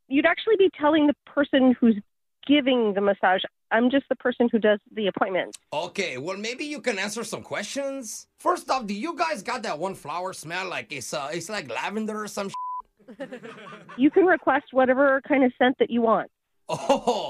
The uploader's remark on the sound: Phone Tap